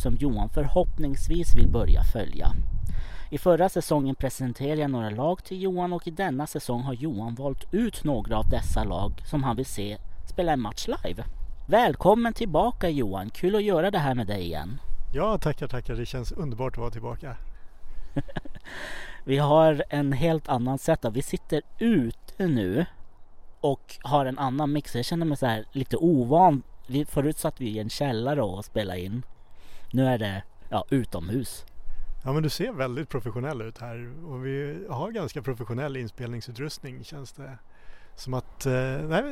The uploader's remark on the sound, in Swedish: Så då tänkte vi ”jamen då drar vi, vi blir en mobil inspelningspodd”. Vi ska ta med oss inspelningsutrustningen ut på fotbollsplanen och intervjua dig och spelarna.